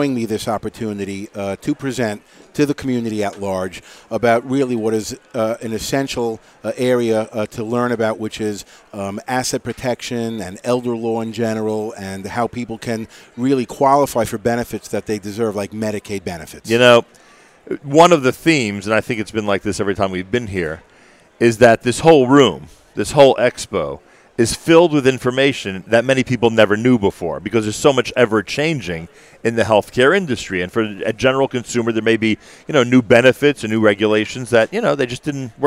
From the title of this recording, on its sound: Live with Achiezer at The Jewish Healthcare Conference & Expo